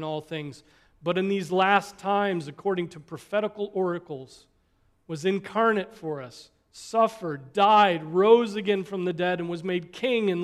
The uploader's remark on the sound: Preached on October 29, 2023 at Trinity Presbyterian Church ( Evangel Presbytery ) in Spartanburg, SC.